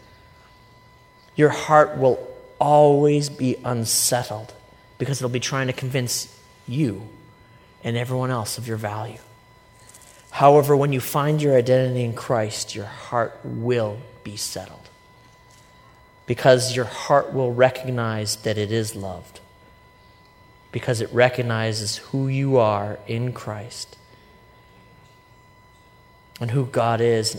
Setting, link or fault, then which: setting, large echoing room